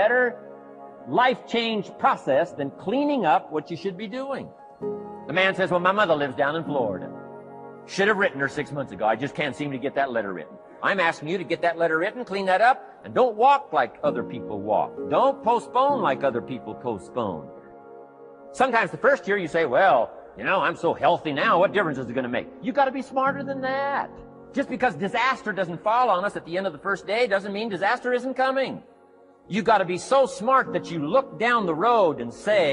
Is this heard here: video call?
no